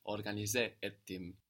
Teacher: Ettim with T, tim ending. Of course, T and T will pair together as two hard consonants.